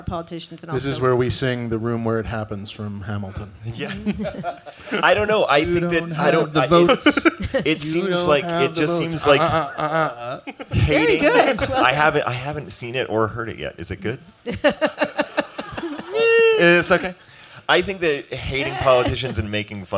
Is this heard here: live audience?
yes